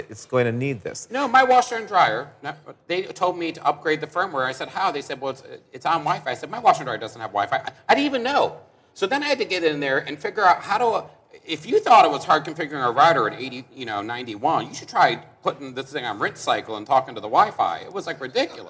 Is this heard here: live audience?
yes